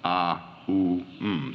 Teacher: the syllable Om, the sound O, is analyzed into two sounds, A and U, joined, A, U, M. So you'll sometimes see this written O-M and sometimes A-U-M.